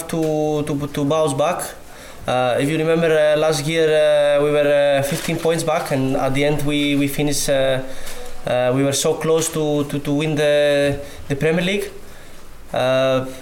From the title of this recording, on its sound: Pre-Match Press Conference